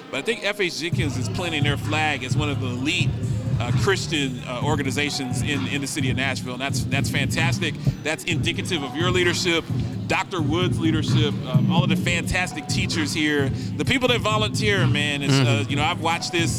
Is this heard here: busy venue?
yes